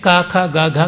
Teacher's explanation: ಅದರದೇ ಆದ ವಿಶಿಷ್ಟತೆ ಉಂಟು ಮತ್ತೆ ಅದು ಬೇರೆ ಬೇರೆ ಸ್ಥಾನಗಳಿಂದ ಬರುವಂತೆ ಅಂದರೆ ಕ ಖ ಗ ಘ ಎಲ್ಲ ಗಂಟ್ಲಿಂದ ಹೊರಡತಕ್ಕಂಥದ್ದು